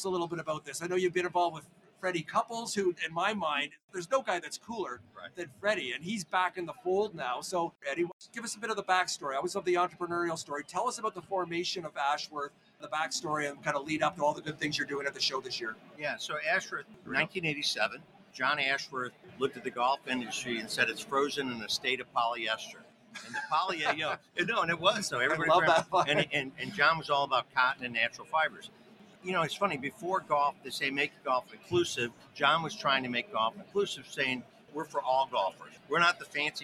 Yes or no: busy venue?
yes